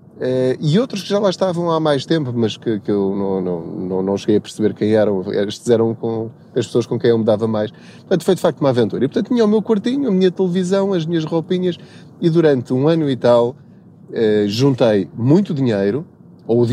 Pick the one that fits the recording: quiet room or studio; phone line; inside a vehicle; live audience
inside a vehicle